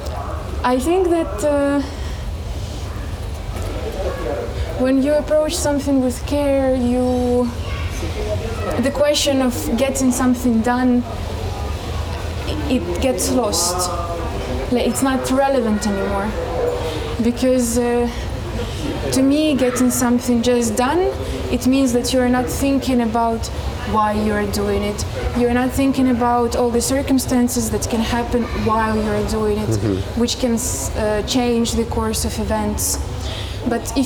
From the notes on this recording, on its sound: On their way to the Biennial of audiovisual arts Aavistus talk about care while walking around the ferry Tallinn-Helsinki.